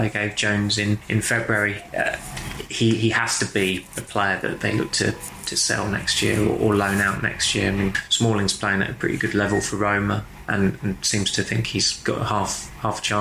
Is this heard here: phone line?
no